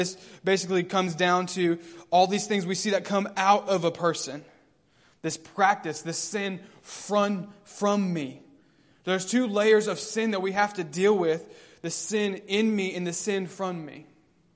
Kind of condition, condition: setting, large echoing room